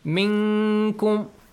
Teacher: It says ikhfa in a way to let your listener understand that the letter kaf comes here.